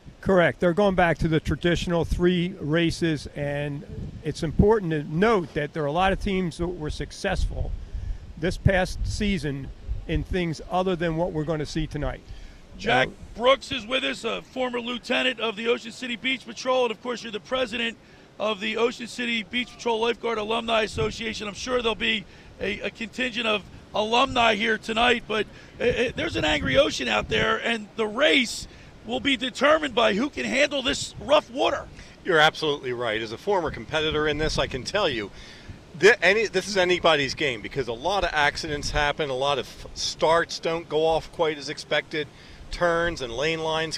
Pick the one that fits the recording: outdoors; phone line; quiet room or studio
outdoors